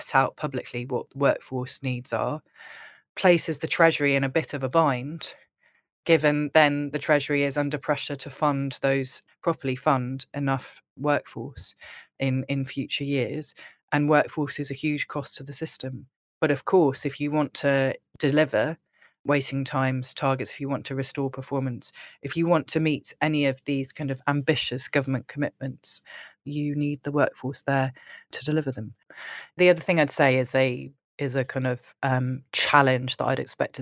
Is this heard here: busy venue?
no